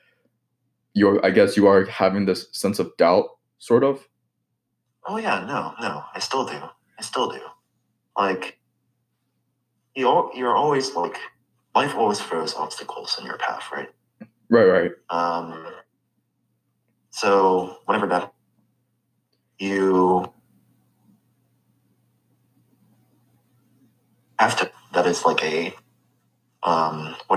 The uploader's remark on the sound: I apologize for the audio issues.